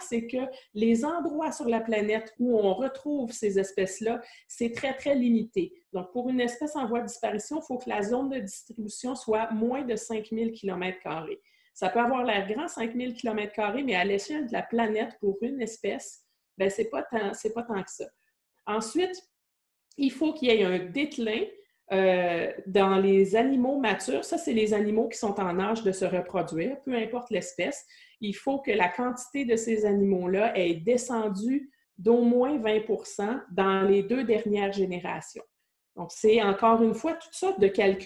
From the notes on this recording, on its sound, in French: Conférence en ligne organisée par le Collège de Maisonneuve